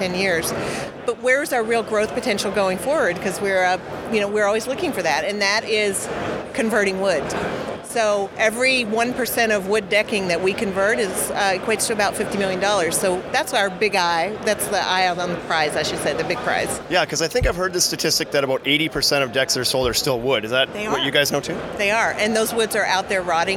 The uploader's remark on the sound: Live from IBS 2019 in Las Vegas